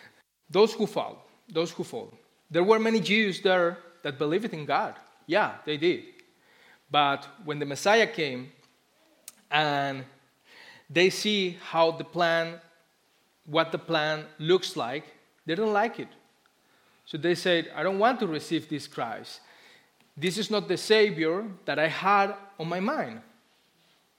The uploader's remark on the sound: Christmas Eve Service Live Stream Recording